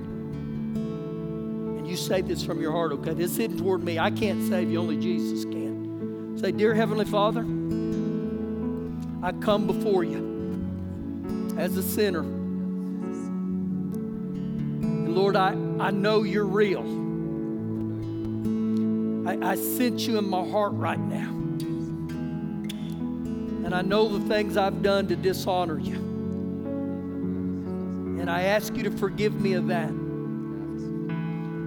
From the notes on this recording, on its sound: Recorded live during our Sunday morning service.